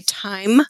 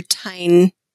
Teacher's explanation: Final M often is pronounced like an N. · Shown in: second take · So M, lips are closed.